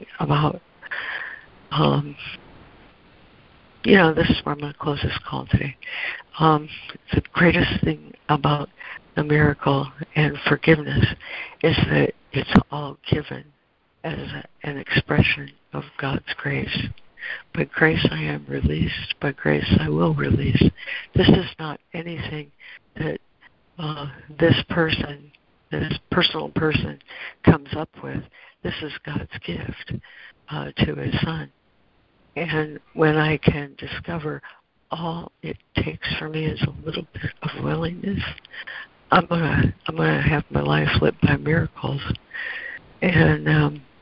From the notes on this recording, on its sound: ACIM Daily Conference Call.